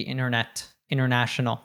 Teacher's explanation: That's a word with an NT, and it's in the middle of a word, the middle of a syllable. So in that case, we drop the T altogether. So it's inner.